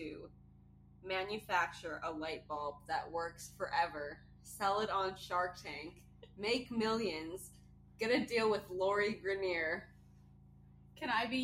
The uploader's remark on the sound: Will continue to apologize for the audio as we used a new software and to no fault of our own, didn't practice first